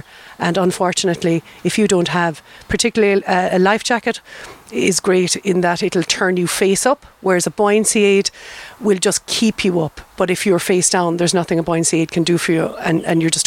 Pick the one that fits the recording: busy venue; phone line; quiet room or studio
busy venue